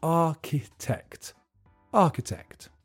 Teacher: The pronunciation is tricky because there's a ch in the middle that's just pronounced k, and the middle syllable is weak